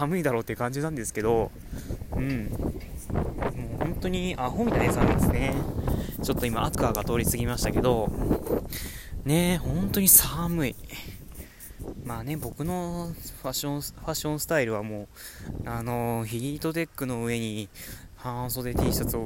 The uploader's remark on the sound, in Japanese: (爆音注意)。本収録した帰り道、強風の中ふつうにしゃべります。